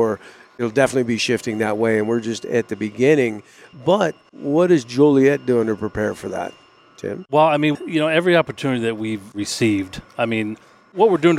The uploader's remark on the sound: Recorded live on the shop floor at Joliet Electric Motors (JEM) in Joliet, Illinois. We also get a verbal tour of the machine shop.